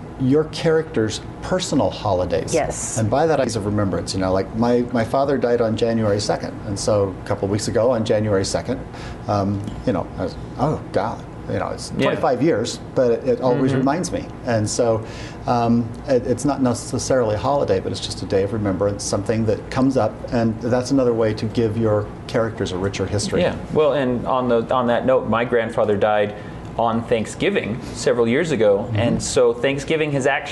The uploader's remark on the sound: This 'cast was recorded at Superstars Writing Seminars